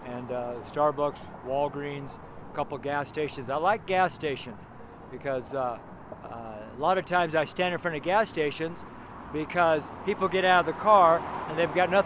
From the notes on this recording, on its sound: preached on the street in Broomfield, Colorado